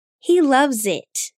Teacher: make sure to make the S sound like a Z